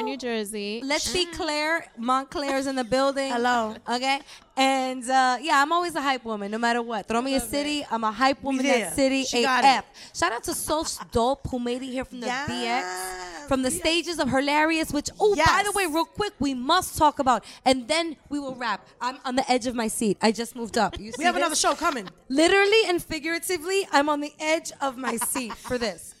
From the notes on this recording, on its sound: we are Lit Latinos Out Loud LIVE from the Garden State of Mind “Light-N-Wick” cannabis candle-making event